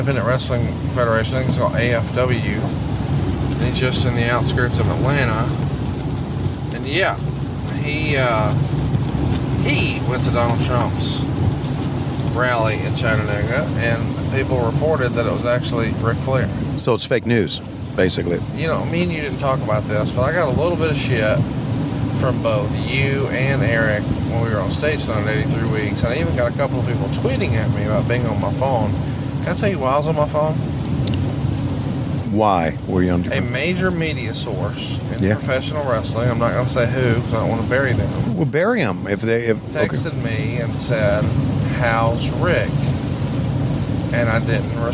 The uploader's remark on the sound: If you hear a loud hissing noise